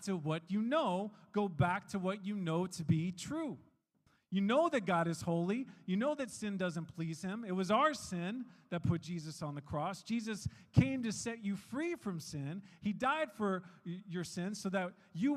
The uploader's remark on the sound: We are an international, English-speaking Christian church made up of people from all around the world. One of the sermons preached during our church service.